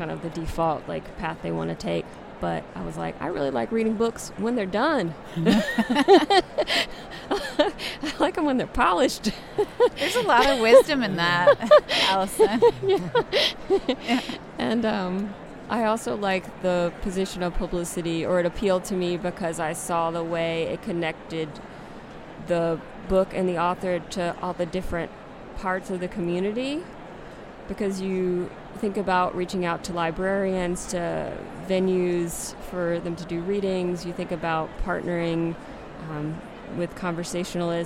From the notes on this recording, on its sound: From the floor of AWP (Association of Writing and Writing Program)’s Conference and Bookfair.